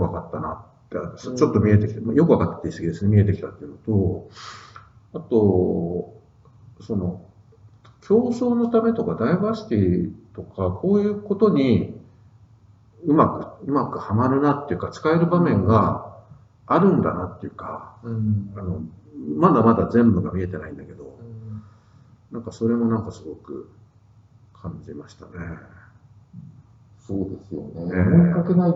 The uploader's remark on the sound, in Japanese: 旧マイクで音声ややわるいです